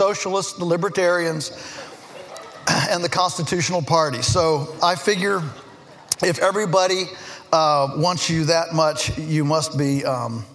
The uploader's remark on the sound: In this episode, we're bringing you a plenary speech. Which was delivered as part of Acton University 2015.